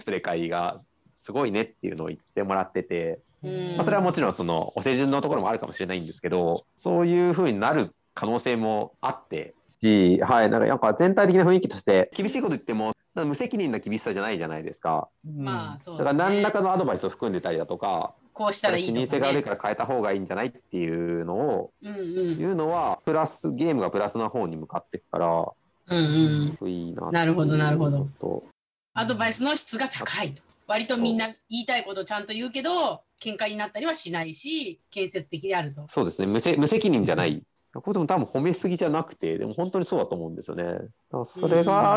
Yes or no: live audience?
no